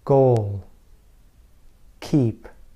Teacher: I produced these sounds by raising the back of my tongue and blocking an area in the soft palate. · These sounds are made with the back of the tongue and the soft palate. The soft palate is the area toward the back of your mouth.